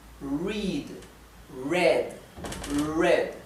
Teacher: la R inglesa no es una R dental como la del español, no es r, es r, r.